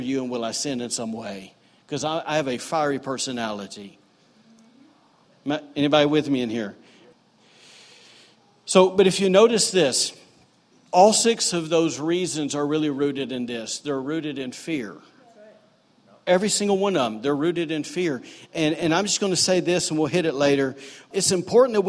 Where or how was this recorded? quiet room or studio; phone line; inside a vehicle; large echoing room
large echoing room